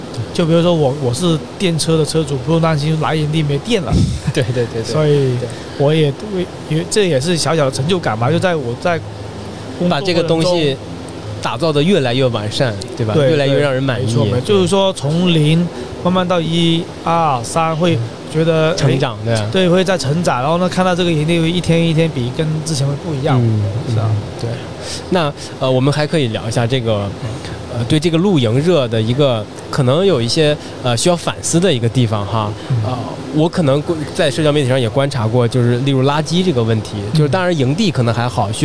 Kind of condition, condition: setting, busy venue